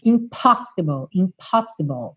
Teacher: lembra daquele arzinho que tem nessa consoante P. Não é impó, impó, é impó.